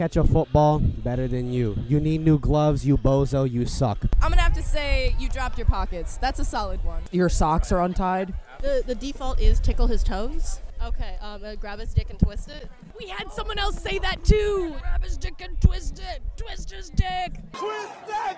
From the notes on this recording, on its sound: In the midst of the Homecoming football game and the last performances of the marching band 2022 season, the drum majors are once again given microphones. Listen to some spaced-out rambling, interviews, and several fight songs.